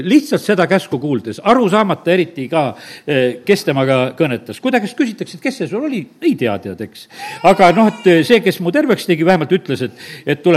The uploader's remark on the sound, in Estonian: Audio salvestus koosolekult.